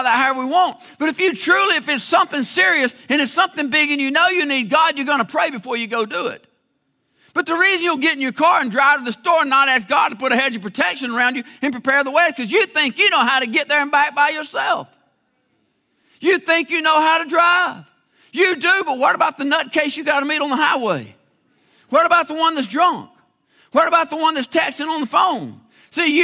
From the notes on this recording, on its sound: live services from Faith Baptist Church in LaGrange, Georgia